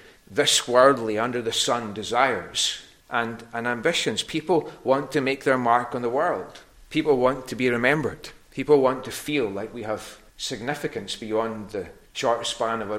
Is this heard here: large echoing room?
yes